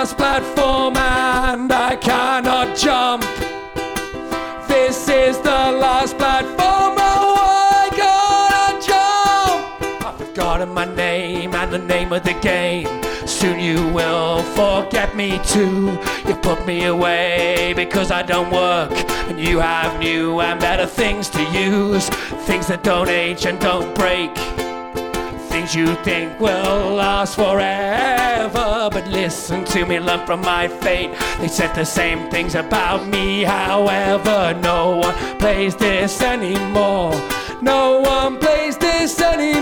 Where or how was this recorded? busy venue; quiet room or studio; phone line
busy venue